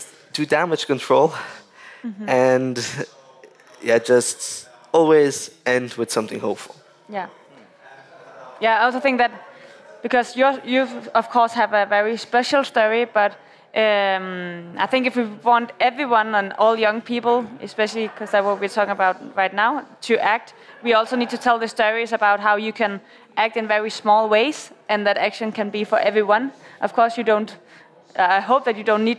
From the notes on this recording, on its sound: This Nordic Talks episode is the third of five special podcast episodes, recorded at COP28 in Dubai.